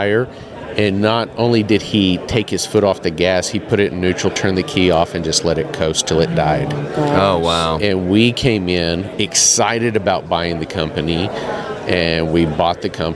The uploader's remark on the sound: recording LIVE from Las Vegas